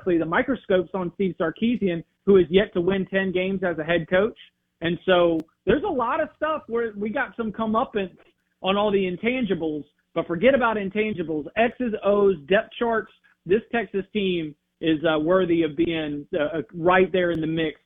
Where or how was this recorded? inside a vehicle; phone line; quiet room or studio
phone line